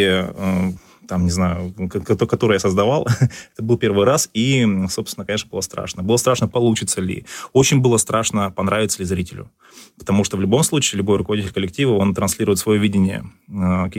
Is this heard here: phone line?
no